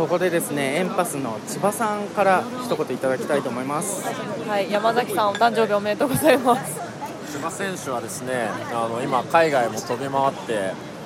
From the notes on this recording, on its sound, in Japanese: 今回の配信は出張録音です。ラスベガスで2019年1月8日〜11日に開催された世界最大の家電見本市「CES2019」での収録。ラスベガス Caesars Palaceより。